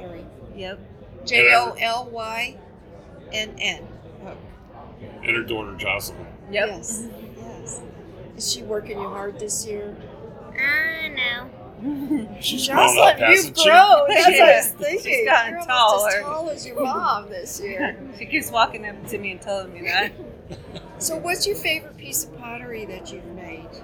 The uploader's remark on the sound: 39th Annual Cowboy Poetry Gathering - The Vendor Walk. We tried to record during our annual shopping spree of the vendors setup in the Conference Center, and the background noise mostly washed out the conversations we had with the many talented vendors. Here you go, the best we could edit.